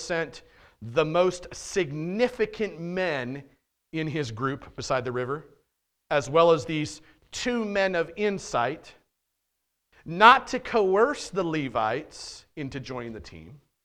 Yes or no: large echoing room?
yes